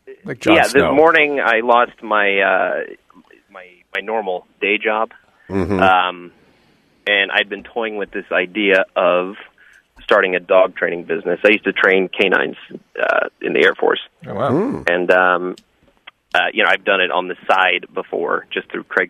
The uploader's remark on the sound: They also turn to the phones and speak to a few different callers